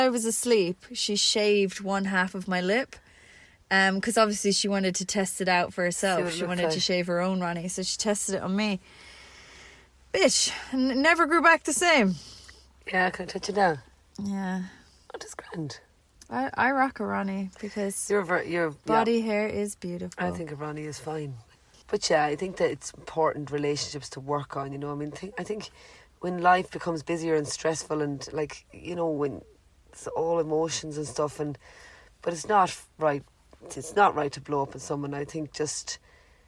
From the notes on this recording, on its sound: We're live from the Bean Van at Cullenamore Beach, Co Sligo.